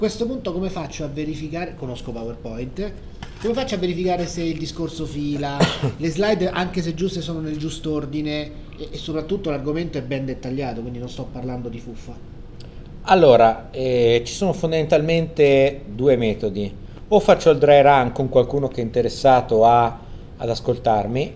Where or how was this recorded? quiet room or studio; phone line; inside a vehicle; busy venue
busy venue